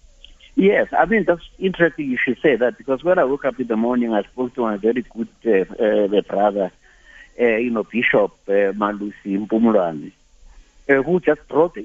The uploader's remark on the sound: GUESTS (phone)